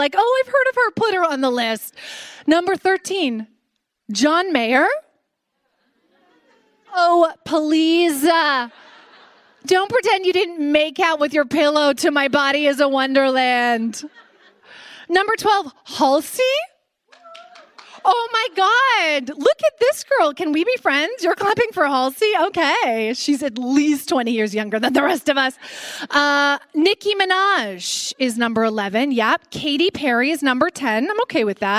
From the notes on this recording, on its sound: LIVE from Just For Laughs. At the Just For Laughs festival in Montreal! This very special live taping of Phone A Friend.